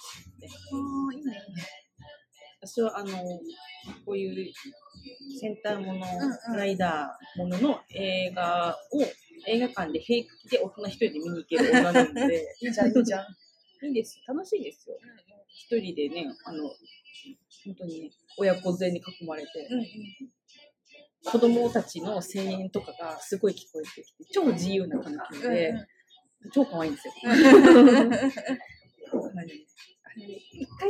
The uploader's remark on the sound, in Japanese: 今回は興奮そのままカフェで録音したので、なかなか聞き取りづらいので申し訳ないです…